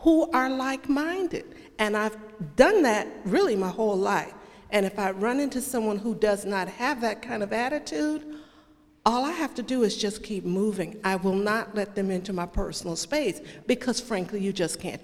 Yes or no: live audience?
yes